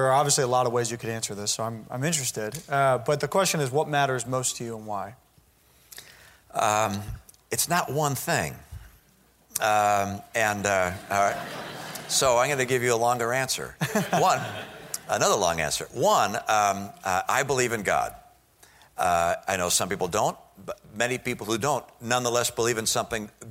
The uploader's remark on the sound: During student-led interviews and before a live audience.